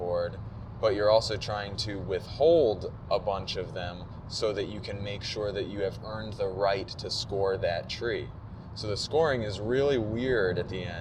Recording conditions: inside a vehicle